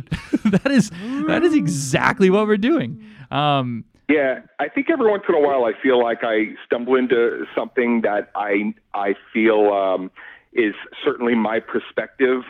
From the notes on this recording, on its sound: IN THE STUDIO (by phone)